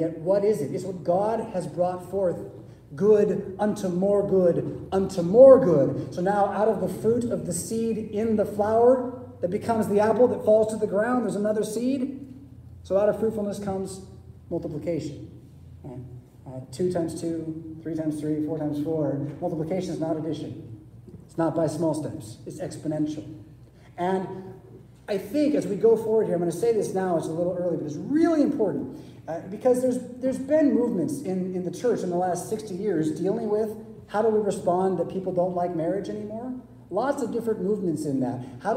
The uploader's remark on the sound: Preached at St Paul Lutheran Church , Rockford, Illinois on Sunday June 25, 2023.